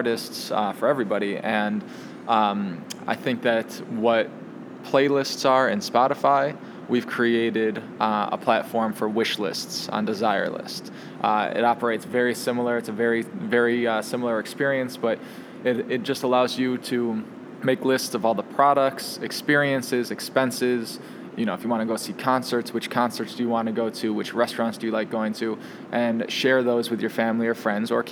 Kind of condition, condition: setting, busy venue